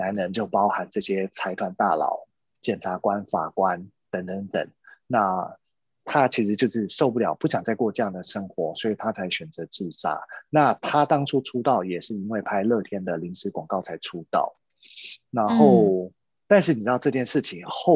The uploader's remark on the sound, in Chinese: 因為這一集是採遠端錄音，所以收音品質與平常節目聲音明顯有差異喔～